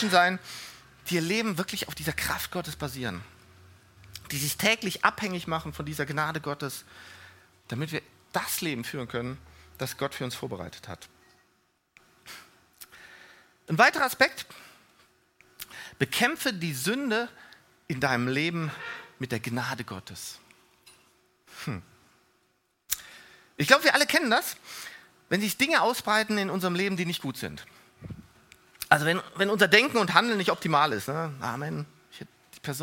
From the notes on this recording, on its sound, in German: Die Predigten der Lifestream Church Regensburg.